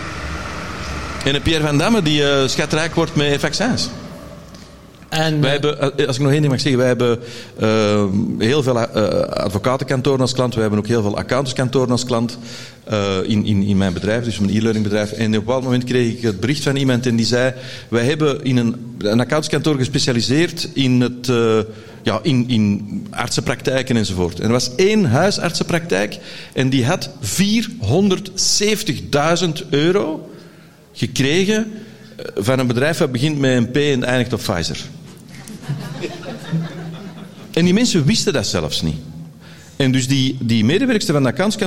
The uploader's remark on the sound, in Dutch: LIVE op TIMTOM Podcast FESTIVAL